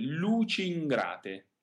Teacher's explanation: In this case, we have a liaison between two like vowels. The musical setting has these on one single pitch, also rather fast, so we can consider them as one single vowel. · The musical setting has these on one single pitch, also rather fast, so we can consider them as one single vowel. Especially in this case, the I can be rather short because the N after it is followed by another consonant.